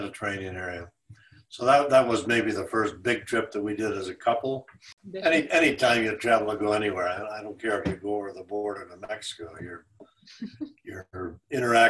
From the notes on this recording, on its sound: I sat down over Zoom